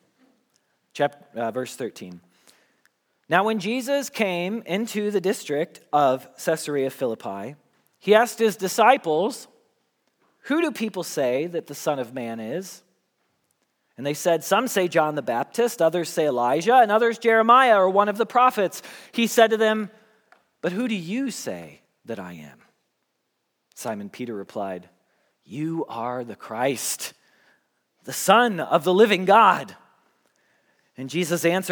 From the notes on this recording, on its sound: Message Preached at Valley Creek Church